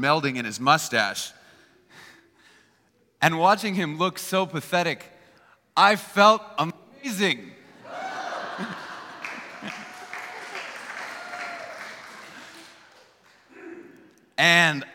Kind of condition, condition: setting, live audience